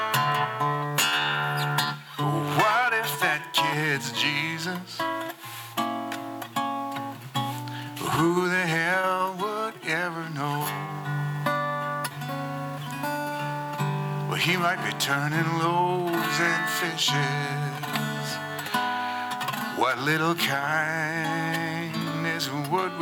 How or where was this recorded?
large echoing room